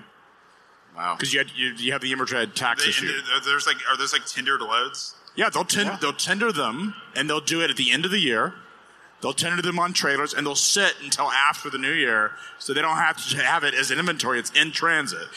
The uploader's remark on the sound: Live from the floor of FreightWaves LIVE Chicago